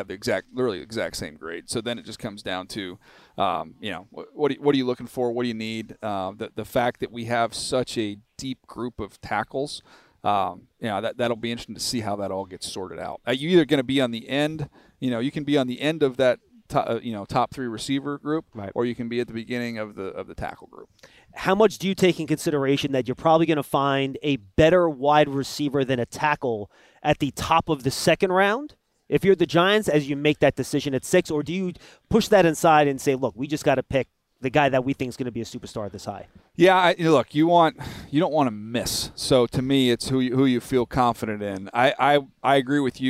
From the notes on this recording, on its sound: On this episode of the Giants Huddle podcast live from the NFL Combine.